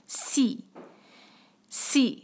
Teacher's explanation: یہ ہو گیا نے اور سین پہ ہے کسرہ، سین کو کلیئر کریں گے وسل کے ساتھ، کسرہ کو رکھیں گے باریک اور ایک حرکہ سی سی.